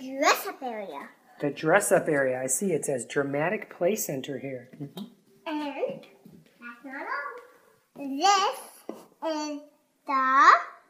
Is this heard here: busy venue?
no